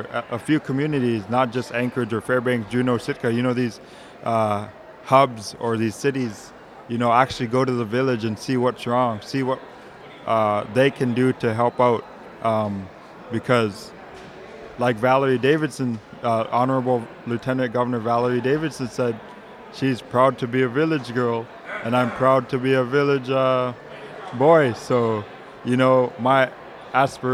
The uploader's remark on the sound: We visit the 2018 Alaska Federation of Natives conference in Anchorage.